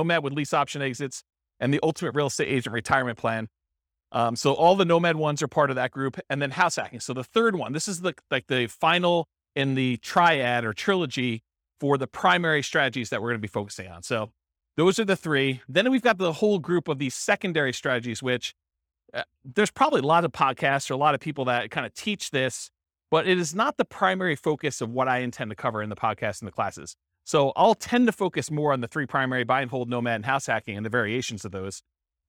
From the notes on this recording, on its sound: This was a live class recorded